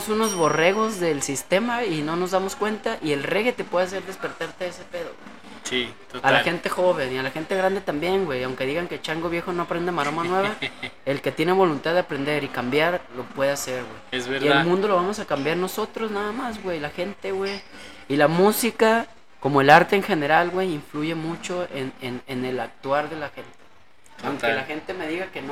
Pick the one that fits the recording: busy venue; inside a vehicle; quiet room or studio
busy venue